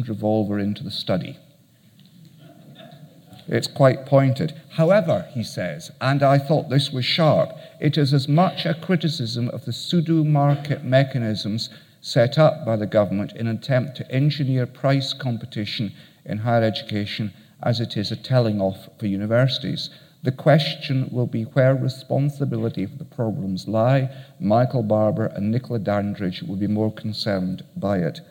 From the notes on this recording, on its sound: Keynote at SRHE Annual Research Conference 2017